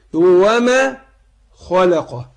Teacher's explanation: عندنا الميم مرققة يبقى هنرقق الايه الألف